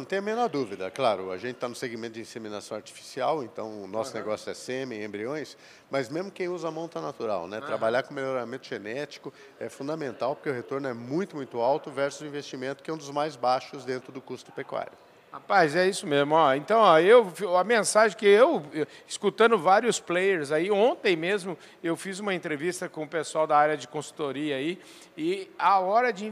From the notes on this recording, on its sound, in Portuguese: Prosa gravada durante o Meeting Adir em Ribeirão Preto.